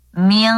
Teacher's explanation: huruf qaf dari pangkal lidah, bersiap menyebut huruf qafnya, mil qo ya.